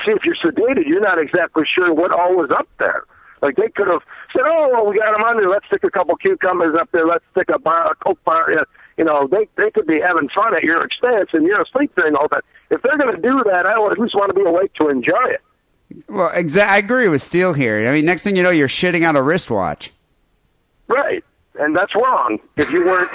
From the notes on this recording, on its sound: Phone calls and listener email.